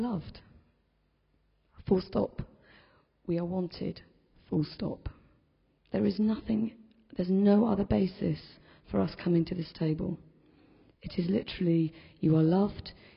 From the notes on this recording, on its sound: In this podcast recording of the homily in a Moot Community Eucharist on the 19th September 2010.